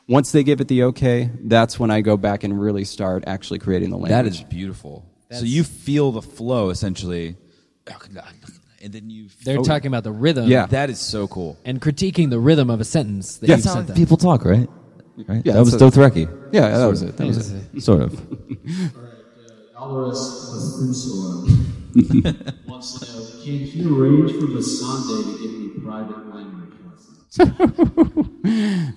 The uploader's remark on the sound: Live from GeekyCon 2015 in Orlando. Guided by listeners in the audience.